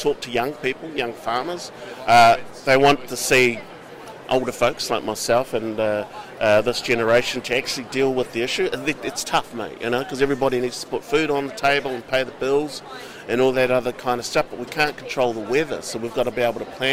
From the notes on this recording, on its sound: Live at Fieldays.